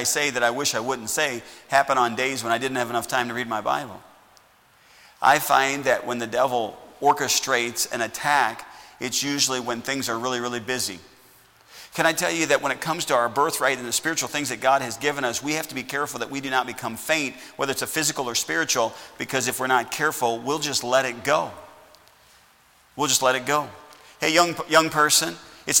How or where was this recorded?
large echoing room